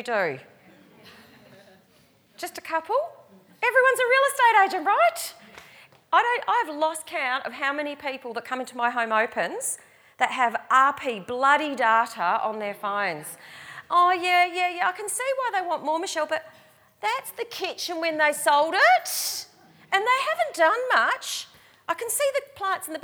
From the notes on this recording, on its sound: recorded live at REBar Camp 2018